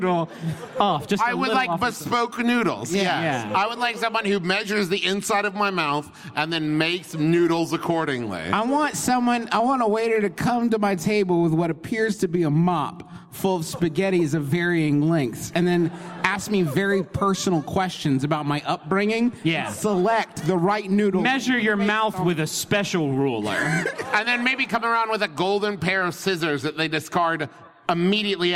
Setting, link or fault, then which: setting, live audience